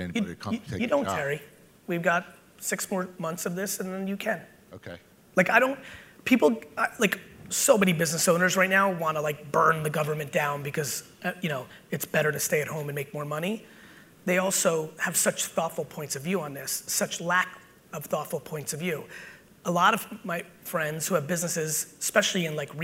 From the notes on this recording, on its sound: BUILD IT Keynote 2021. Today's episode is from a killer keynote I gave in New Jersey recently!